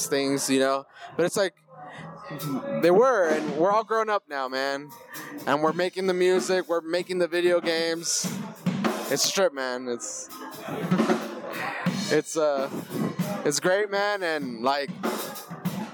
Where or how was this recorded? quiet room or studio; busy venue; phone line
busy venue